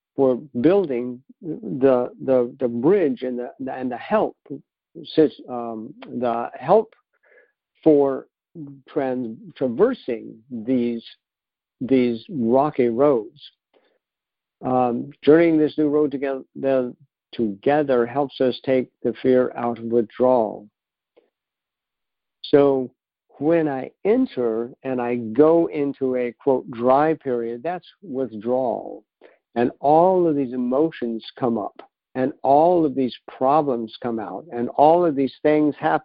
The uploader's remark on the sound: 2019 New Years Day Phone Conference